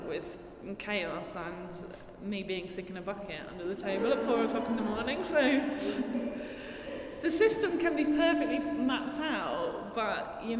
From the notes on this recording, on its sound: At Talbot Rice Gallery as part of Edinburgh Art Festival.